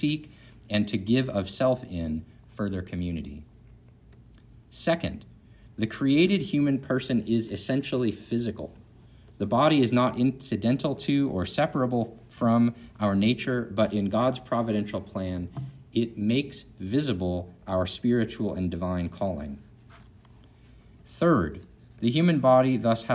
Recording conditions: large echoing room